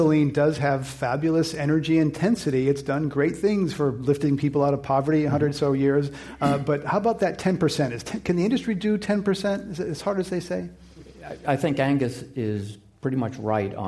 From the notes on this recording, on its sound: This program was recorded in front of a live audience at the Commonwealth Club of California on January 12, 2015.